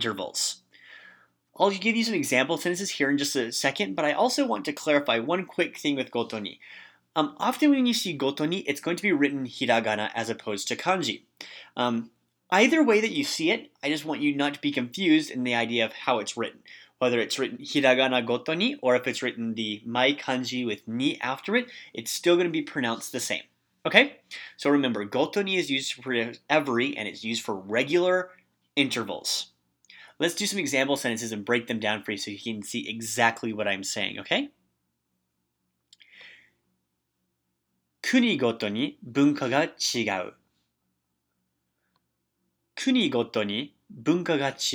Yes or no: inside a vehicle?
no